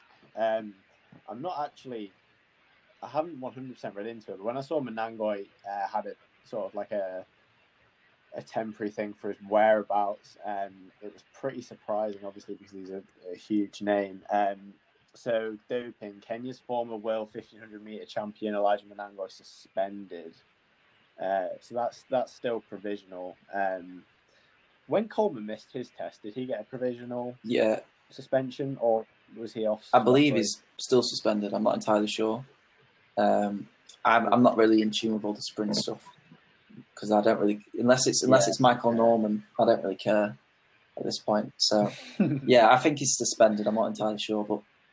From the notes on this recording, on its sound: We speak about pretty much everything under the sun whilst managing with some audio issues.